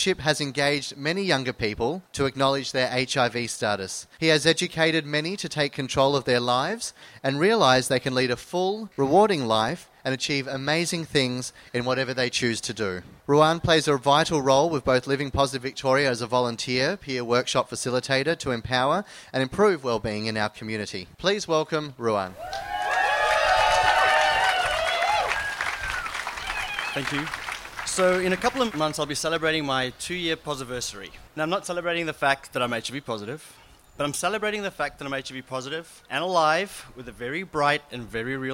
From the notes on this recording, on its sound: JOY 94.9 is proud to present Living Positive Victoria’s International AIDS Candlelight Memorial 2016, recorded live on Sunday, 15 May 2016.